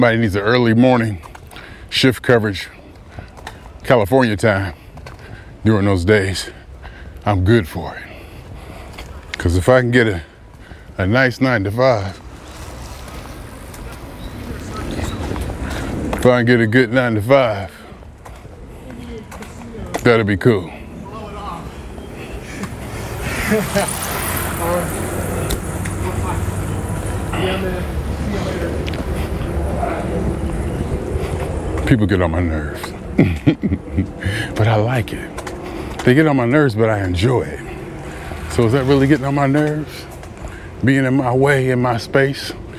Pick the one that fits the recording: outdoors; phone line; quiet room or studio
outdoors